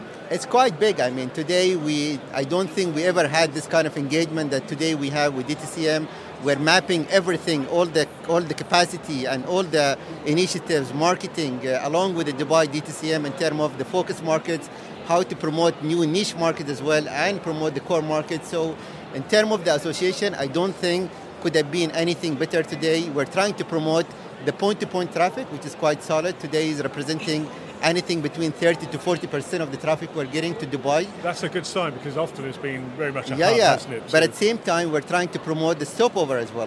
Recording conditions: busy venue